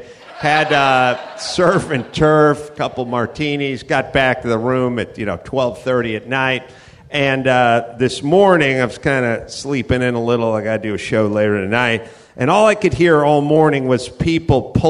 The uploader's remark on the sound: Live from the Houston Improv